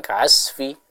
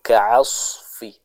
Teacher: jadi huruf shad kita baca dengan tebal. · Shown in: second take